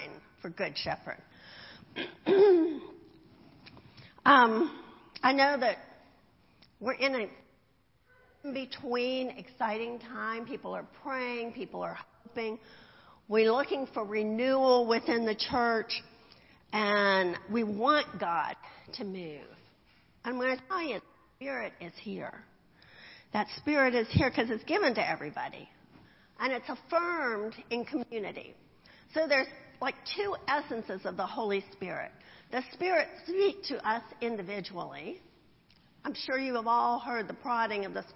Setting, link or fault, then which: setting, large echoing room